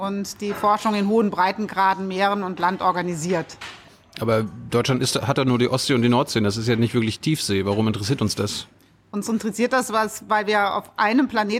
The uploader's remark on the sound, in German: August 2020 in der Berliner Buchhandlung Ocelot aufgezeichnet.